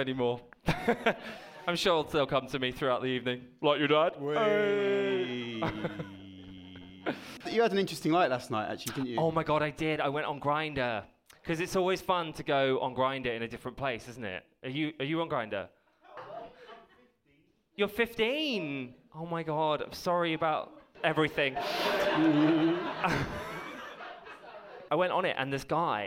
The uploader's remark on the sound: The boys finally rock up in the home of metal and canals for a live show in front of a home crowd. Recorded live at the Mockingbird Cinema in Digbeth as part of the Birmingham Comedy Festival.